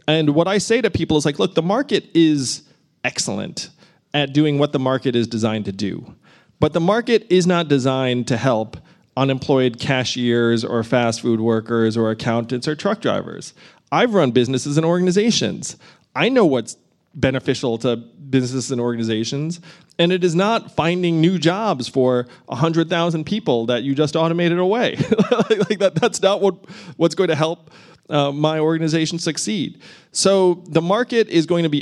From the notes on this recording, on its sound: In front of a live audience in New York.